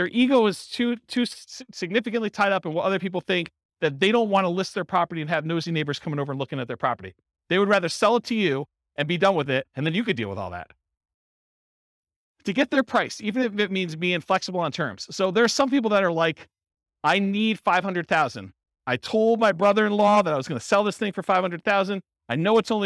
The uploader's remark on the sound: This was a live class recorded